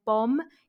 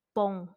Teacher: So instead of saying a M sound at the end of bom, I need to nasalize the O. · Shown in: second take · Term: nasal vowels